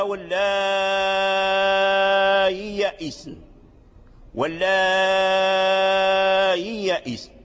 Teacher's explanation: مثال في رواية ورش في قوله تعالى واللائي يئسن، واللائي يئسن، هذا همز تغير، تغير بالتسهيل أي سهل الهمز بين الهمزة والياء، تنطق بحرف ليس همزا خالصا وليس ياء خالصة، فتنطق به ما بين الهمزة والياء